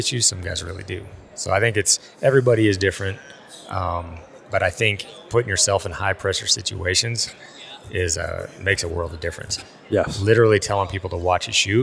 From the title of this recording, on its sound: live at hunt Expo